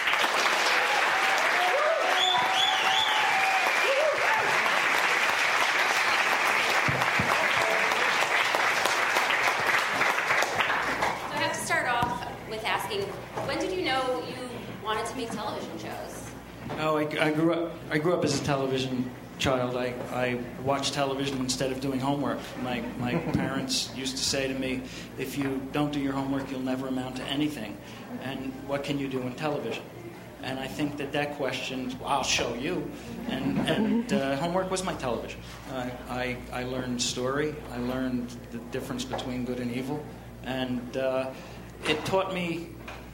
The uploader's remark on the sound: Recorded at ATX Television Festival in the Stephen F. Austin ballroom in Austin, TX.